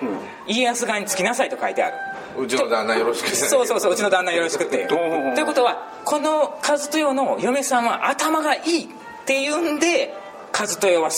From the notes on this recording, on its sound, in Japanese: 高知県の観光スポットでロケ収録その２（高知市立自由民権記念館、高知城）。高知県の観光名所に実際に行って収録をするという企画その２です。